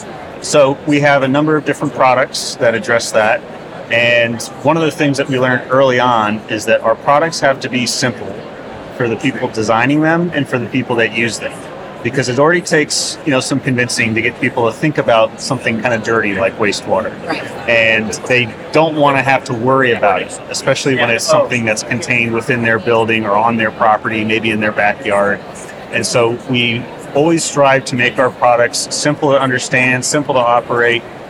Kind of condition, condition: setting, busy venue